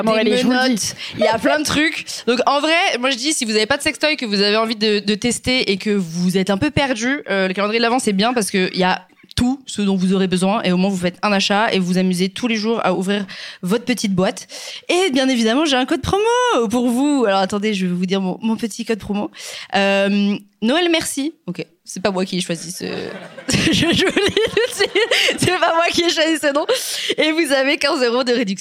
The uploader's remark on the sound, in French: En public.